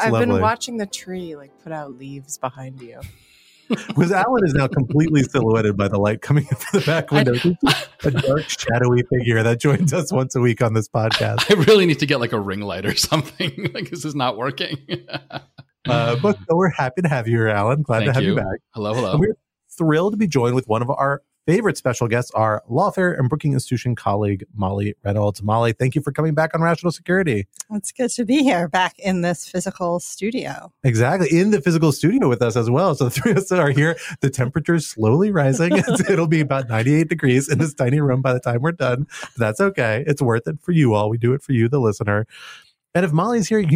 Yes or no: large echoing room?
no